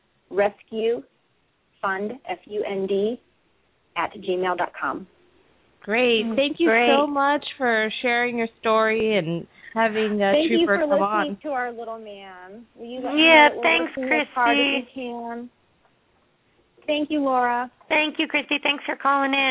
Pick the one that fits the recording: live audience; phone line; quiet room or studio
phone line